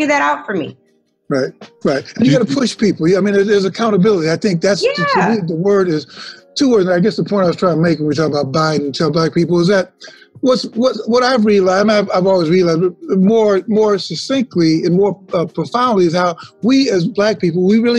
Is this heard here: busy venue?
no